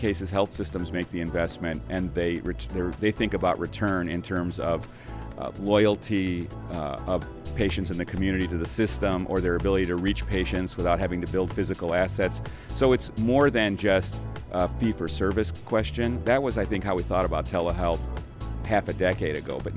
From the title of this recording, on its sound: LIVE from #HiMSS16